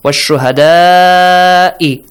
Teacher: The mad is wajib. Extend it for 6 counts.